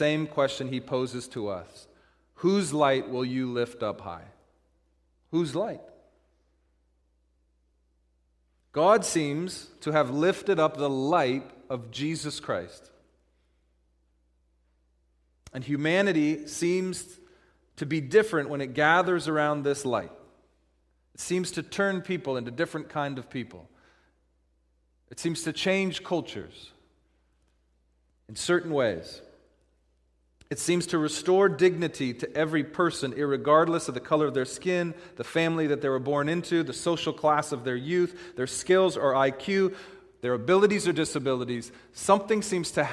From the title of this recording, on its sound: Christmas Eve Service - Audio